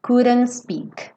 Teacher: Porque meio, se você já não falou could, couldn't, se você já comeu o D, então você vai comer o T também, tá? Então, couldn't speak, vai direto do N pro S.